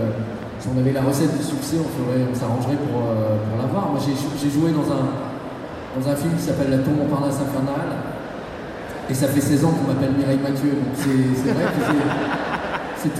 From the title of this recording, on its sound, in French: Conférence TGS 2016